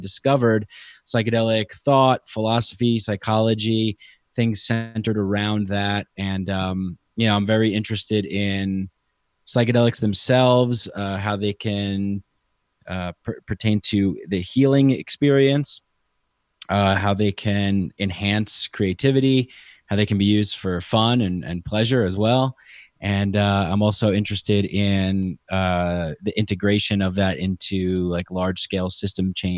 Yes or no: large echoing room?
no